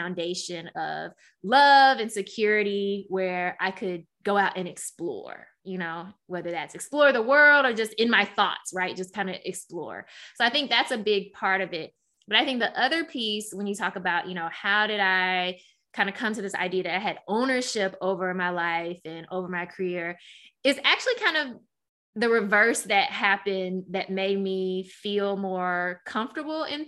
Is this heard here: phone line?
no